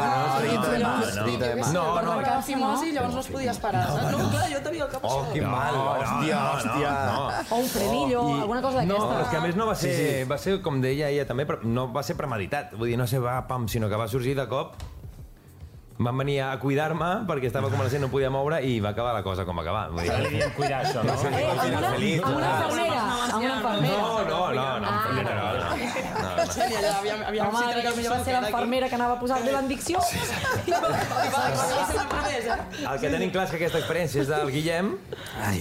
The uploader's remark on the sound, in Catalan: Des del mític estudi Toresky de Ràdio Barcelona, gravem el segon programa especial amb públic i moltes sorpreses. Responem les preguntes dels assistents.